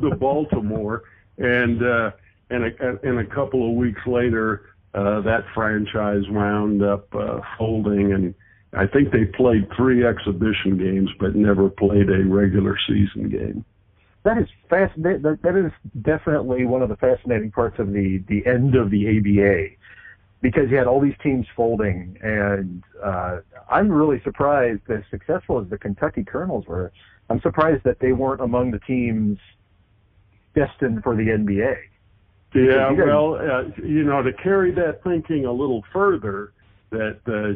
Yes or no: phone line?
yes